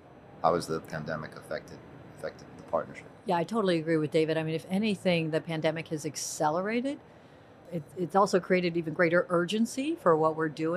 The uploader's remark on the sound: live from HLTH 2021